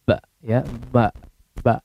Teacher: Kalau tidak dialirkan ke hidung ya, maka akan jadi ba.